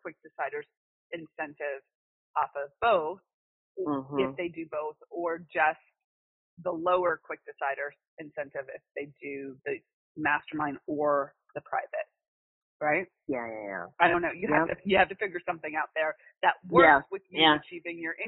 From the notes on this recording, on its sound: All of these coaching calls have been recorded with permission, and the sound quality may vary. Listen in to a recent call I had with a client of mine who was having trouble with this.